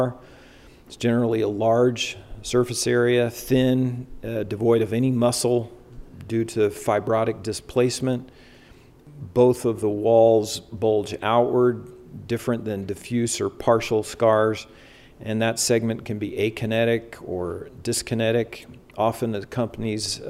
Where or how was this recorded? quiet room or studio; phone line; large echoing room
large echoing room